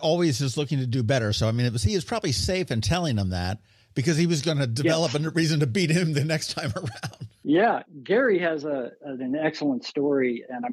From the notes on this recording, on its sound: Annapolis Film Festival. We had the opportunity to hop on the phone. Maryland Hall (Main).